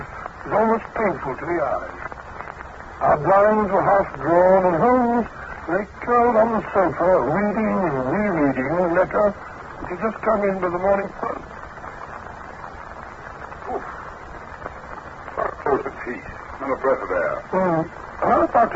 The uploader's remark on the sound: Audio is good, although it goes from a bit staticky at the beginning, to fading to worse by the end.